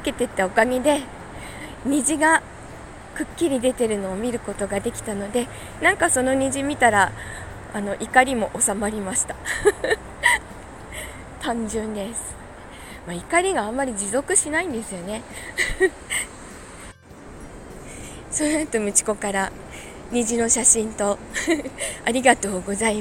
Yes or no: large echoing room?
no